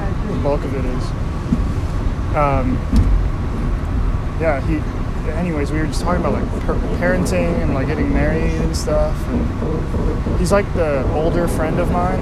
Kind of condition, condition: fault, background noise